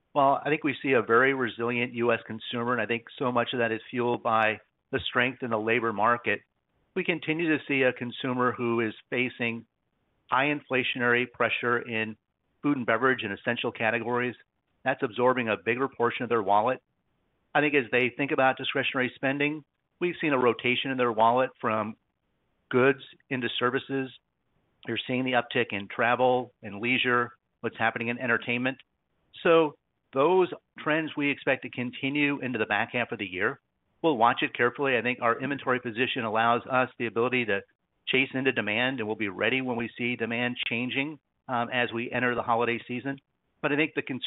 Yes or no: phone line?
yes